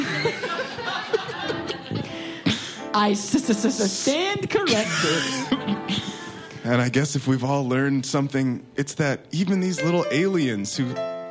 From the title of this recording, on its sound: LIVE at Second City Hollywood 1/9/2020